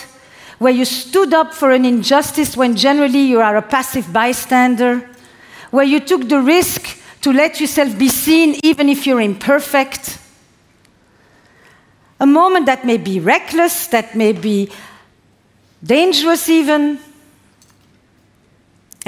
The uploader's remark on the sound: This talk delivered to our tribe, was recorded on Mindvalley’s stage at A-Fest.